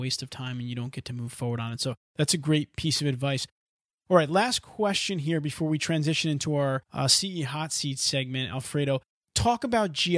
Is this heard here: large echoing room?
no